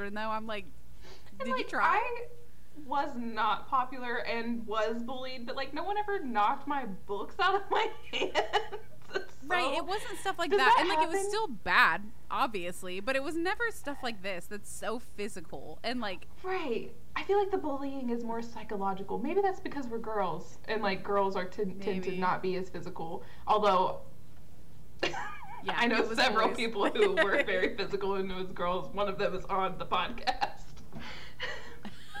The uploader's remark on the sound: The audio is just not that great in this episode and we’re sorry about that.